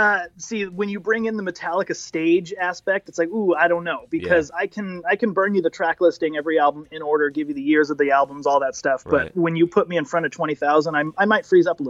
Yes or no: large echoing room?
no